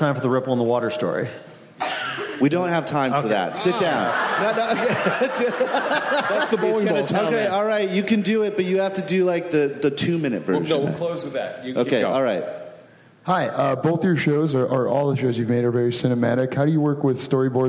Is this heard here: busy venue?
yes